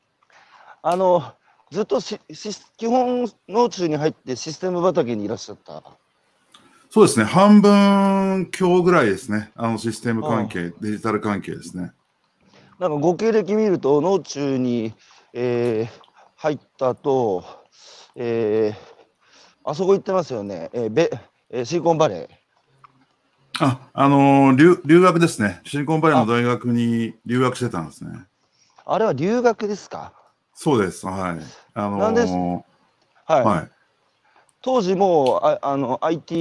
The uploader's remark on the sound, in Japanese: 歩くラジオ。歩きながら1時間、対談する。